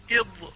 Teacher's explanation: فتقدم اللسان مع حافة الأضراس إلى أن تصل إلى الثنايا · Term: الضاد